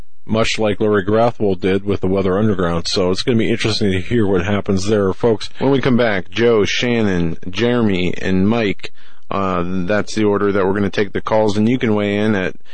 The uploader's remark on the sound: taking listener phone calls